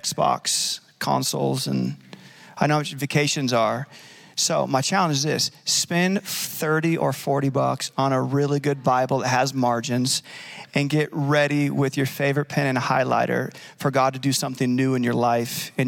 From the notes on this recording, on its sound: Recorded live at Capital Church in Meridian, Idaho